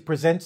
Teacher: Emphasis on the end.